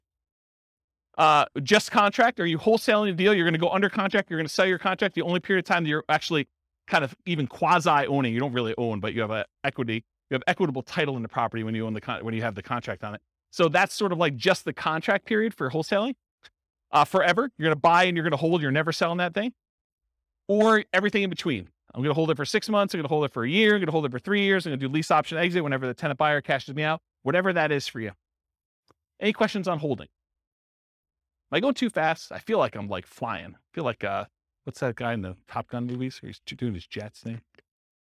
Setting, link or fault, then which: setting, live audience